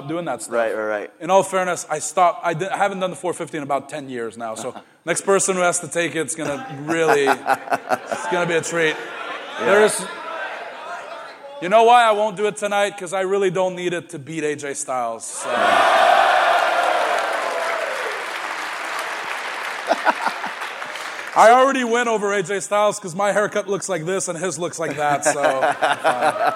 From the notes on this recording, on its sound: Live In Toronto. Hosted a live Q&A event during Survivor Series weekend.